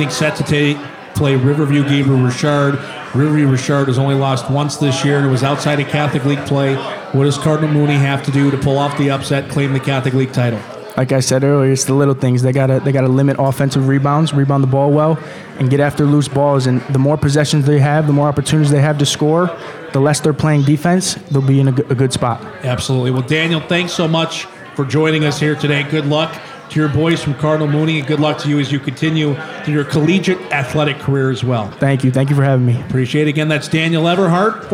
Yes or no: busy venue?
yes